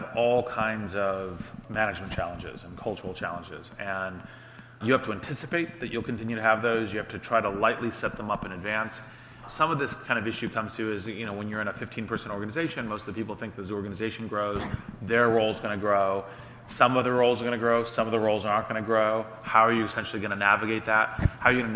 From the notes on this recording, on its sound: This Greymatter episode is a fireside chat that took place at Greyscale, an event for tech founders hosted by Greylock Partners.